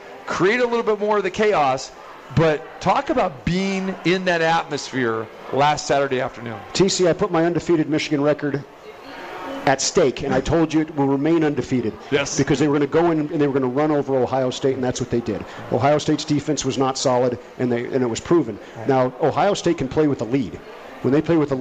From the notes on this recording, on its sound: Live from The Cosmopolitan of Las Vegas